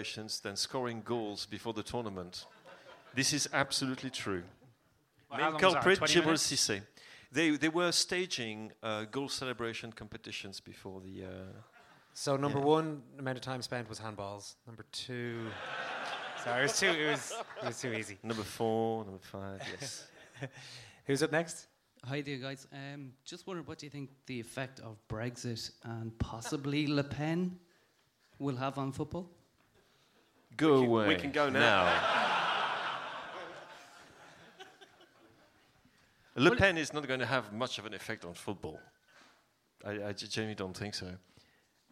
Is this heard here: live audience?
yes